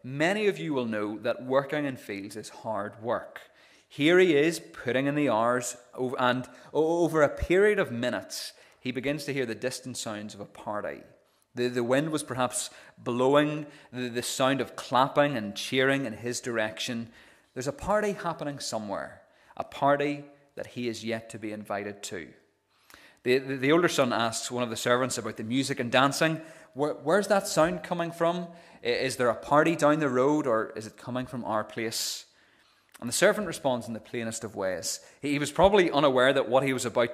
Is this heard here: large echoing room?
yes